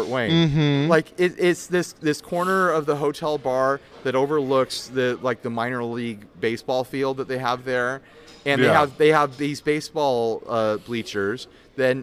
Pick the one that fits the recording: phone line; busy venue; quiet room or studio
busy venue